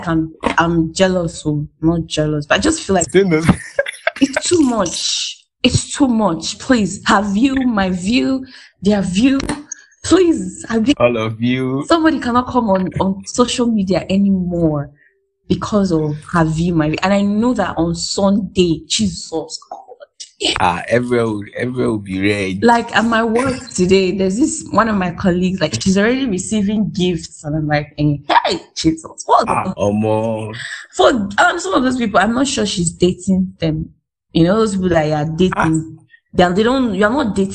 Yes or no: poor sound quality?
yes